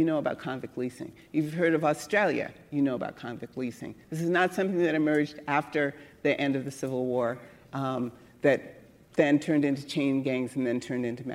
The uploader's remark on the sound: Recorded at the Lensic Theater in Santa Fe, New Mexico on April 17, 2019.